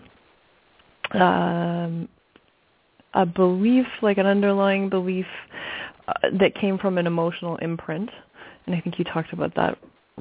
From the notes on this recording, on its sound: Takes your calls for healing live today!